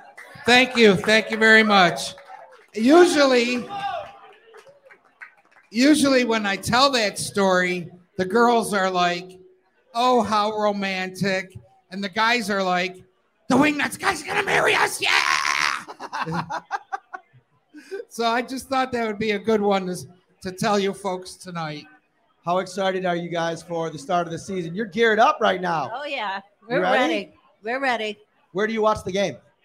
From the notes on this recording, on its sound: live from Wingnutz North Buffalo